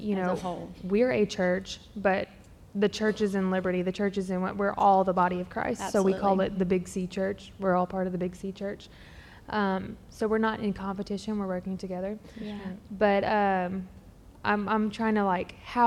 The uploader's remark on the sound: LIVE at SFL Conference